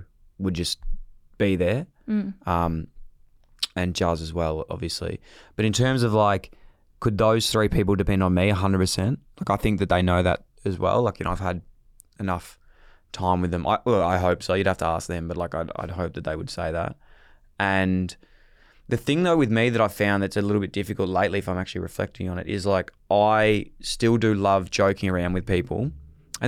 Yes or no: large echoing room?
no